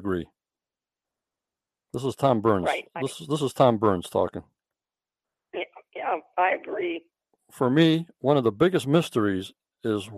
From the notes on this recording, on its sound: on the phone